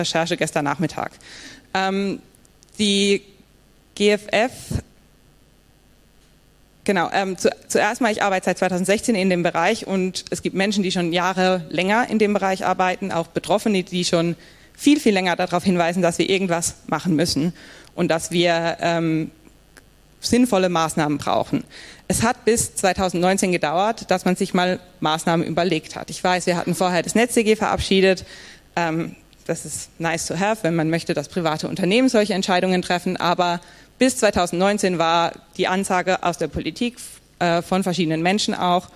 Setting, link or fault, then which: setting, live audience